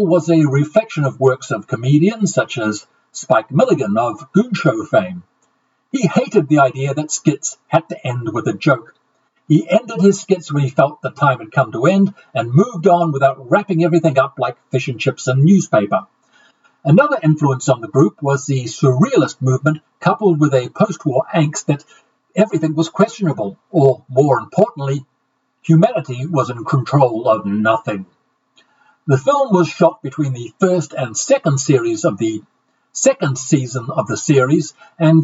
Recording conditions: poor sound quality